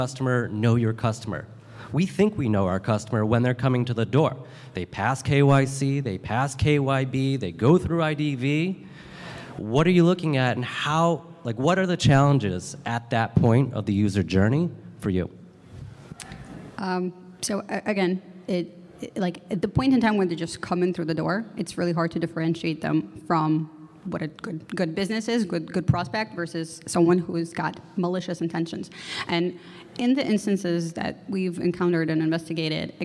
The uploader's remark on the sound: This recording is from Fintech Nexus USA held at the Javits Center in New York City. From the Fraud Fight Club Track, sponsored by Mastercard.